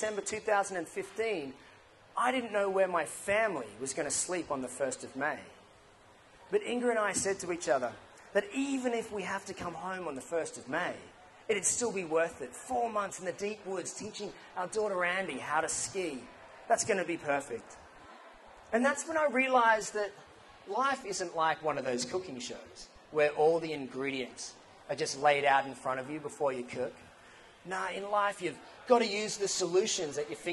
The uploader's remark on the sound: Idea Bombing Newcastle Talk. It was exciting to hear so many ideas being passed around the room. There is a bit of background noise as the Edwards was quite full.